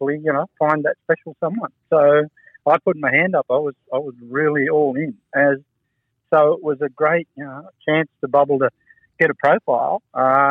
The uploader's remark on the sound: This interview was conducted over the phone with limited reception.